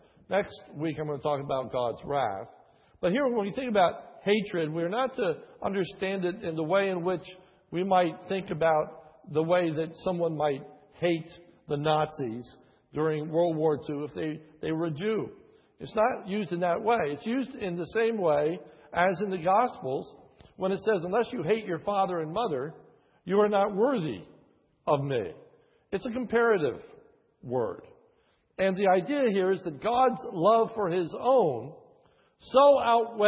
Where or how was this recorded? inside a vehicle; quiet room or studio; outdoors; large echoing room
large echoing room